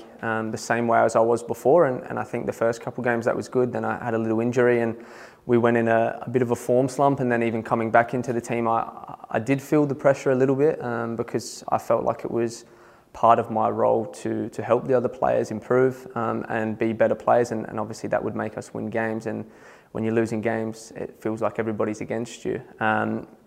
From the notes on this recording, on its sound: Press Conference | Matchweek 14.